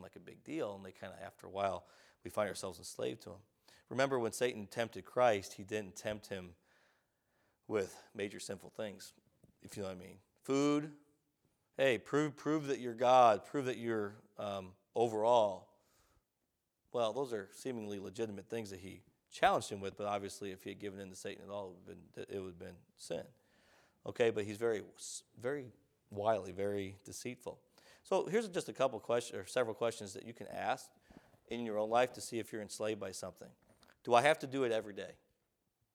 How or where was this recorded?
large echoing room